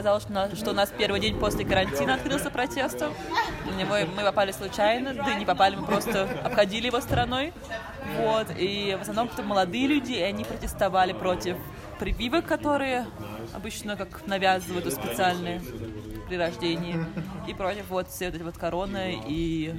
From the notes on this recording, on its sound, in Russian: Ведет запись прямо из баварского ресторана в Альпах (первый выход в свет после трехмесячного карантина).